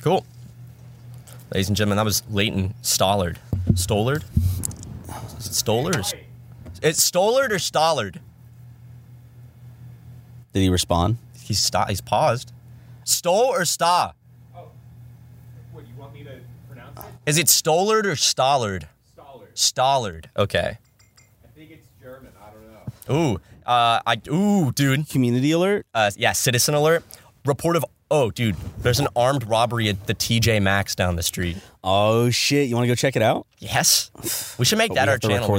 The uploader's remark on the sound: Podcast In A Van. We did this one in the van.